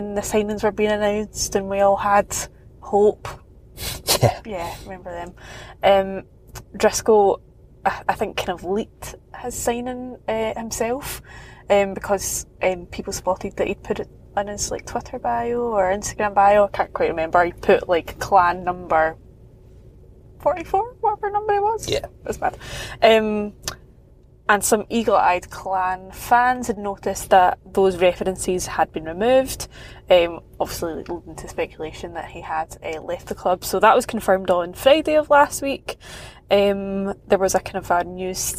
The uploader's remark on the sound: A podcast from the car this week.